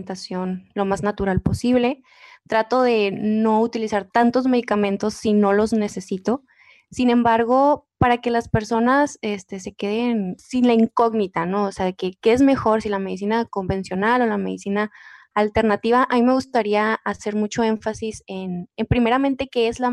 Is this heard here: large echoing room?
no